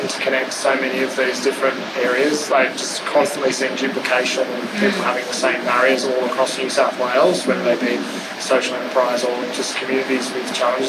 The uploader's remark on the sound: Conversations recorded at a one-day workshop from Sydney's Food Innovators. Food Forward was recorded on the lands of the Gadigal people of the Eora Nation. Recording Studio: The Brain Studios.